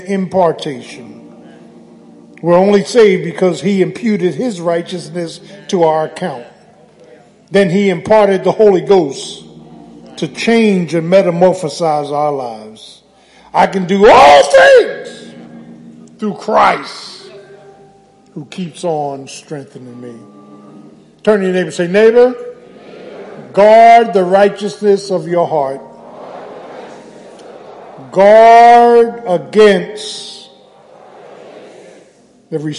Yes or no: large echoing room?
yes